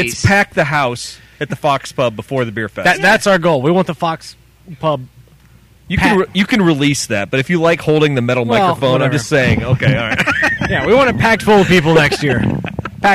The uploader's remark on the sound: Clips from the festival VIP tent. Audio fail!